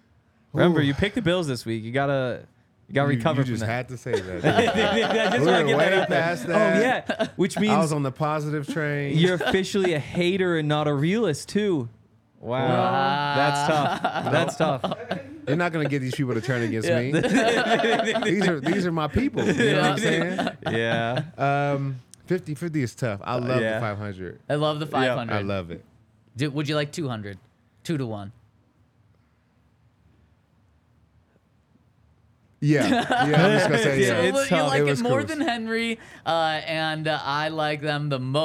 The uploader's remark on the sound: coming to you LIVE from the DNVR Bar